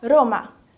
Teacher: Como se a língua encostasse só uma vez no céu da boca e já descesse. · Term: vibração bem pequenininha